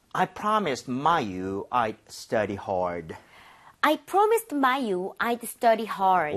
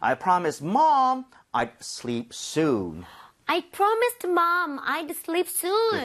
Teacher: 읽을 때 I do 하지 마시고 그냥 I'd. 혀가 살짝 입천장이 닿는 느낌으로만.